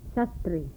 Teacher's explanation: The voiceless alveolar fricative, initial and medial position